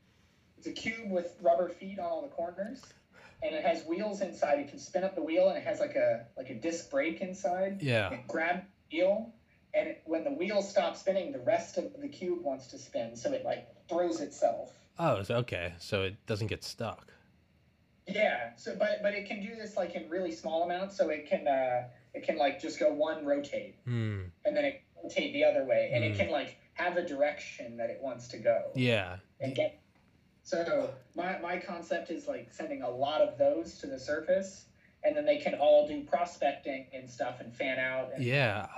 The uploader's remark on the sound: This is the first video with the new microphone and new recording software (OBS Studios), and I'm still working out some kinks. Please excuse any glitches in the sound and/or video.